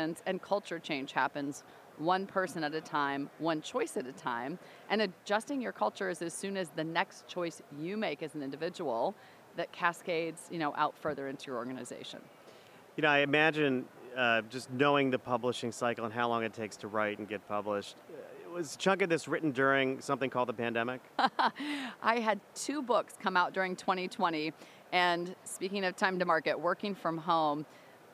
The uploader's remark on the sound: live from IIEX in Austin, TX